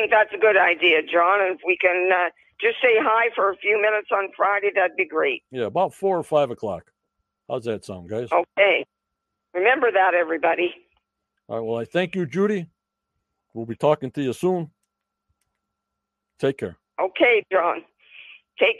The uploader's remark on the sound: joins me on the Phone